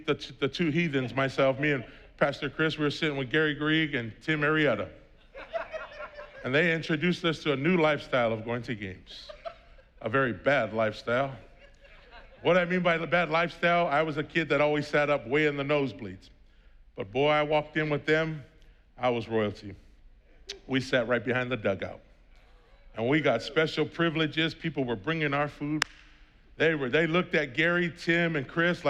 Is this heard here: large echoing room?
yes